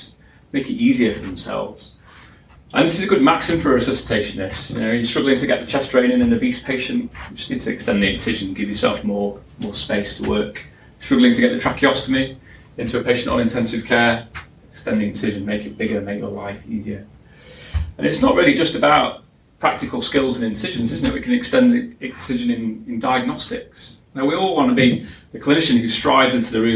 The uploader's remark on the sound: Our latest podcast from the #stemlynsLIVE conference last year.